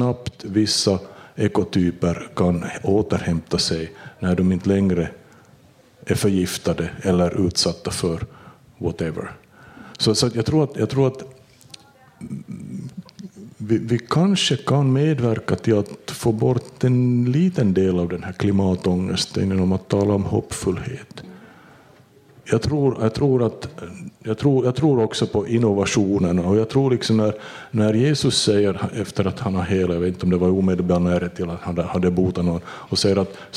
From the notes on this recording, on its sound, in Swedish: Nyfikas live-podd på Humlefestivalen 2021